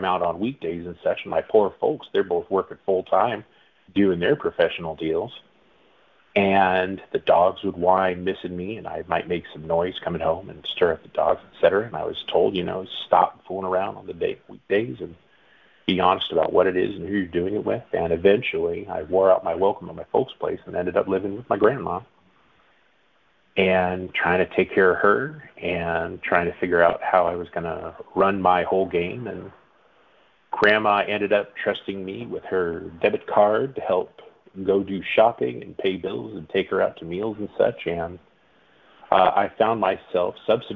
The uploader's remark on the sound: The audio is a bit muddy because it was a phone